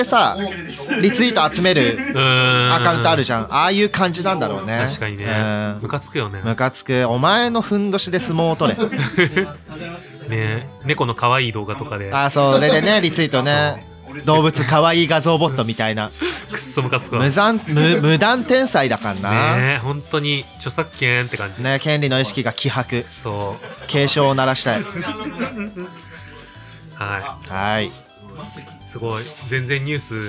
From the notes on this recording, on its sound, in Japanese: げいぽ忘年会のゲストトークシリーズ最終回!忘年会収録。